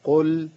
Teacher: اللام ساكنة لابد من زمن صوت اللام، وزمانها إيه؟ التوسط